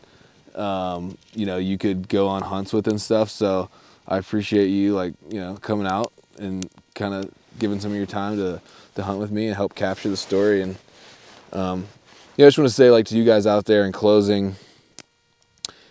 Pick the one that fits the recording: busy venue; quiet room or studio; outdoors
outdoors